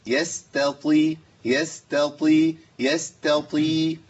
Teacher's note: احنا بنجيب طاء فيها نفس، لو حمسنا في الطاء تبقى ودلت بتاء على طول، لان الهمس لا يتحقق في مخرج الطاء لكنه يتحقق في مخرج ايه؟ التاء. يعني مخرج الطاء فيه الطاء والدال والتاء.